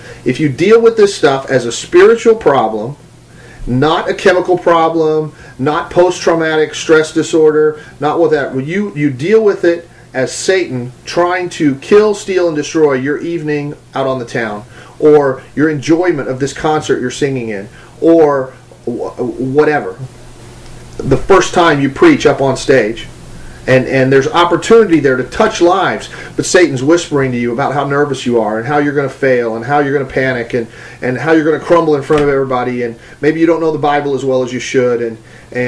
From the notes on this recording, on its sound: Sorry for the audio quality. It's pulled from a video from 2008.